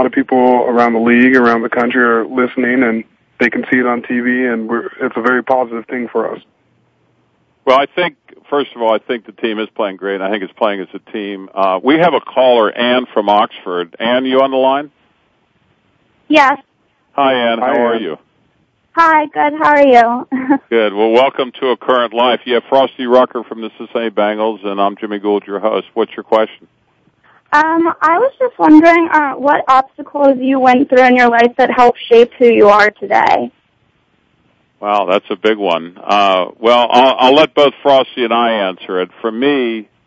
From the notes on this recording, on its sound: Takes questions from his listeners that call. This will be a guest-free episode. As always, there will be a few surprise callers.